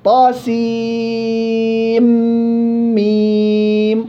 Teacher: إذن هنا الطاء مد حرفي طبيعي حركتين، السين مد لازم حرفي مثقل، النون مع الميم إضغام كامل بغنة، والميم مد لازم حرفي مخفف.